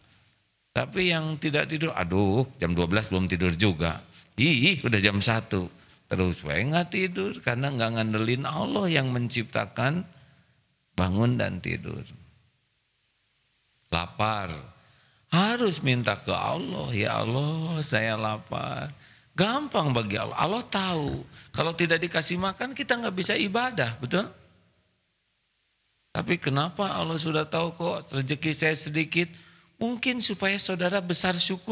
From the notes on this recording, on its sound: Live dari Masjid Daarut Tauhiid Bandung